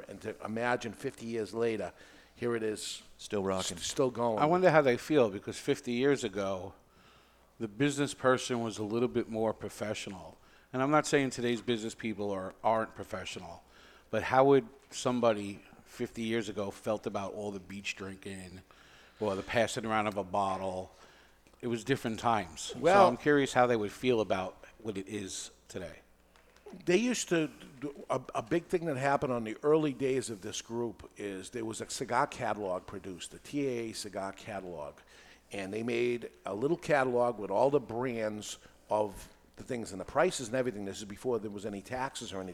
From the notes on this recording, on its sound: recorded live in front of a studio audience at Studio 21 Podcast Cafe upstairs at Two Guys Smoke Shop in Salem, NH